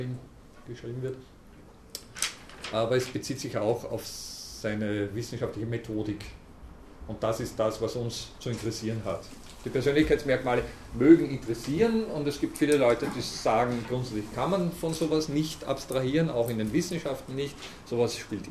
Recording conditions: large echoing room